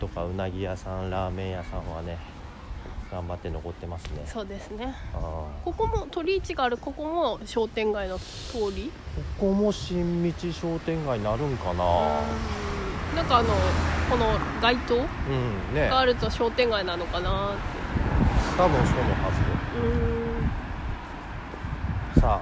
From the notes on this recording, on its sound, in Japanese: 新道商店街を行く。新道商店街のまちの音がなんかいいなぁと思ったので、今回もBGMは付けづにいってみます。ただ歩きながらしゃべっている。